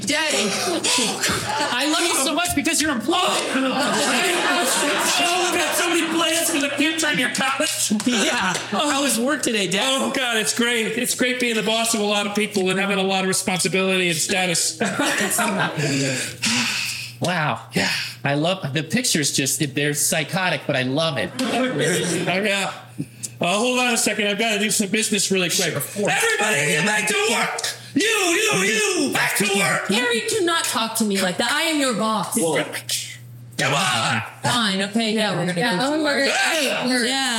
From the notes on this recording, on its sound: LIVE FROM THE WCT. I think I found the right settings to record.